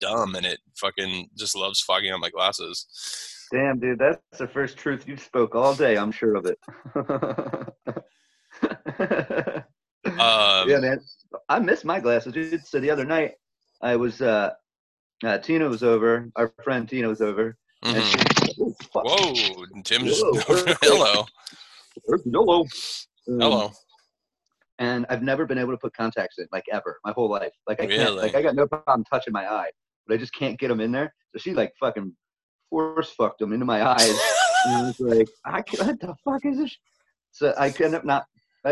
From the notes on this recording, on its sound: The audio is a little shitty now because we're recording over Zoom.